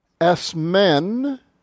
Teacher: but your accent's on the ultima, the last syllable